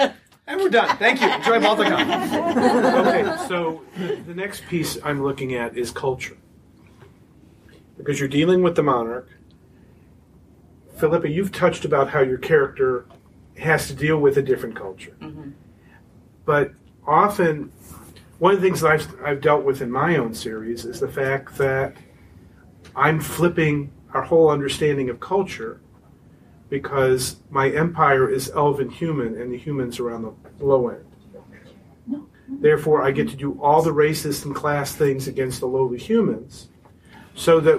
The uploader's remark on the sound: Here's the last of the panels we recorded at Balticon 49!